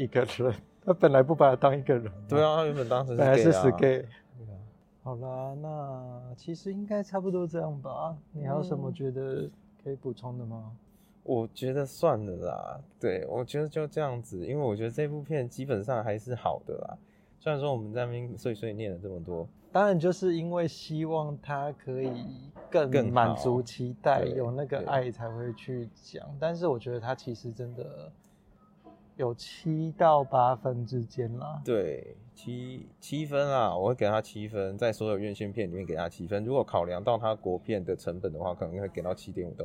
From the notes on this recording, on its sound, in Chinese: 本集為戶外錄音，家居店ASMR，音質受環境影響較大，介意的朋友請見諒。